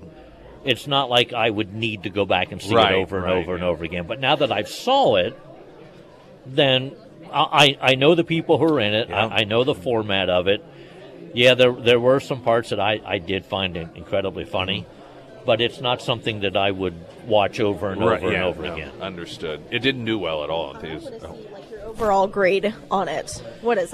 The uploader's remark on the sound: live at Scramblers Diner.